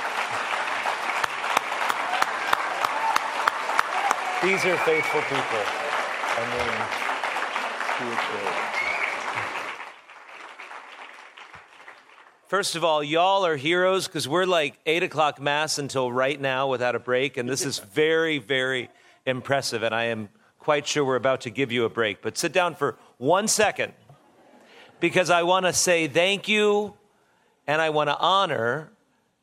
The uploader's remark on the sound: was given at the 17th Magnificat International Leaders Conference in Pittsburgh, PA, on October 7, 2023.